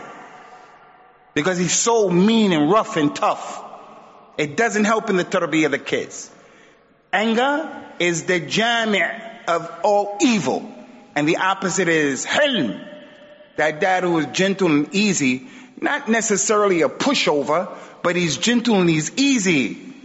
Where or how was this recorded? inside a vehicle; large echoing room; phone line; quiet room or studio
large echoing room